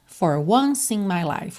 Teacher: Once in, você já junta o C de once em E de in.